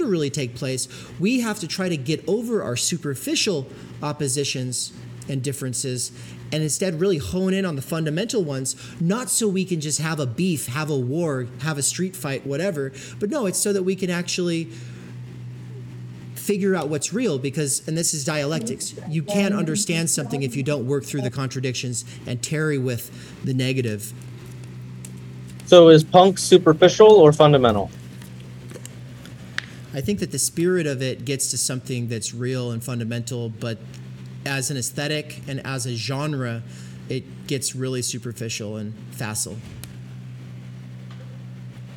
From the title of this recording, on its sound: Logic for the Global Brain PP Conference presentation